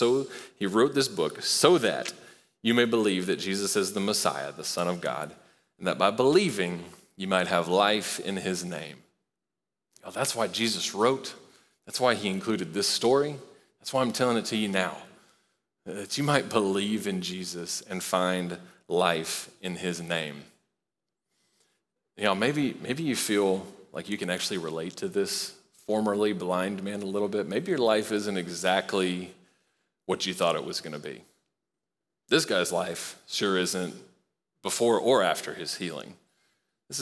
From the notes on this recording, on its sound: Recorded live at Long Hollow Church.